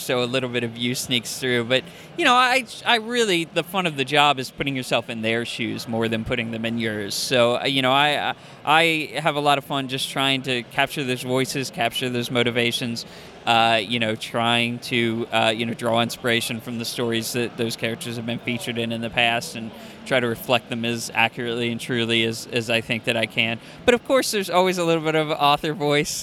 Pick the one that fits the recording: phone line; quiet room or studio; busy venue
busy venue